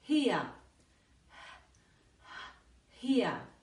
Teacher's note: En here la H es sonora. Es decir, ese sonido de la H inglesa en que limpiamos unas gafas.